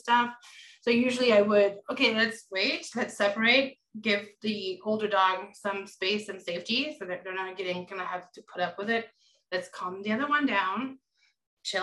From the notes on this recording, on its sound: Recorded Webinar